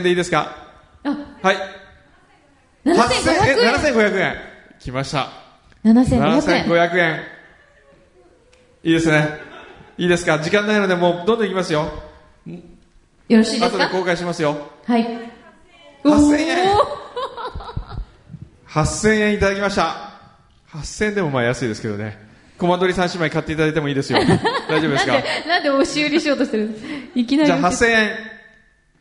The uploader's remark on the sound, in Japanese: 第一回「よこは・マー映画祭」＠ランドマークホール（横浜ランドマークタワー５F）！！！！ということで、今日は公開収録！